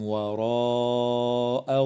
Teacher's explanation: وتمد الألف من كلمة وراء من قبيل المد المتصل